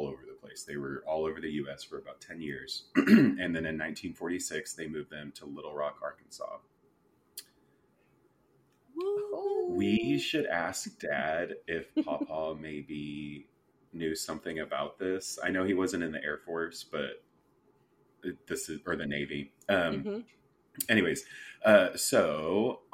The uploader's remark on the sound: Is it really a 3 SWIB episode without technical difficulties?